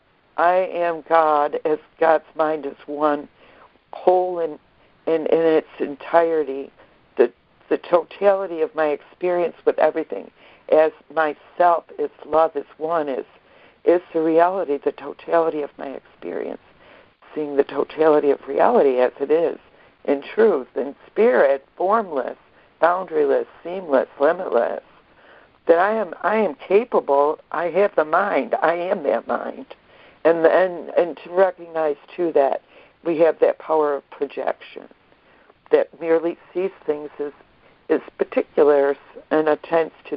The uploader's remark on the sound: ACIM Daily Conference Call